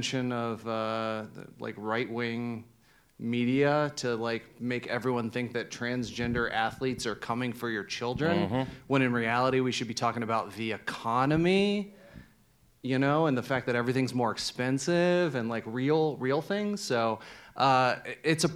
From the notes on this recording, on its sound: This episode was recorded at the Gateway Film Center as part of their Broadcast News: Journalism on Film series